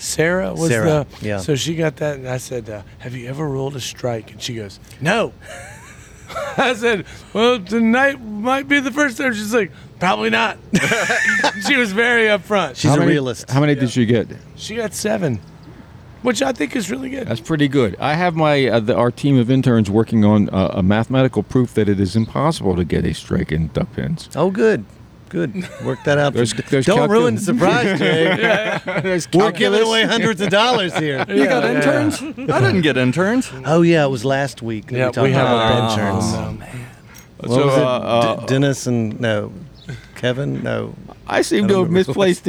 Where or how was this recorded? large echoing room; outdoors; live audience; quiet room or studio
outdoors